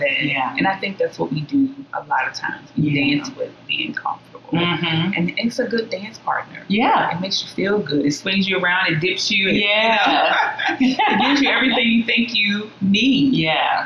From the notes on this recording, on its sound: Please forgive the sound quality. Trying a new process.